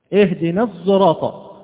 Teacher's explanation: الصاد المشمة صوت الزاي، أنها يحدث فيها إشمام.